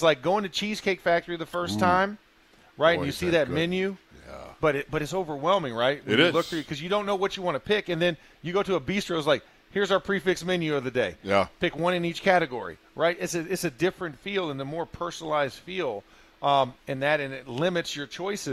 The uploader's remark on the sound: ITL Live from Steelers Camp Day 14.